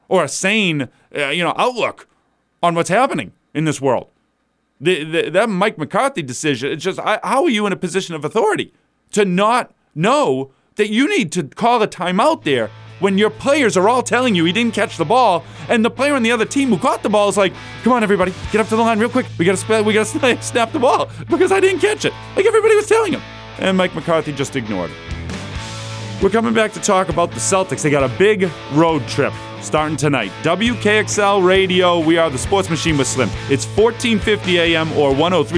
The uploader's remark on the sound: Both take to the phone lines today to share their thoughts on what's happening in the world of sports.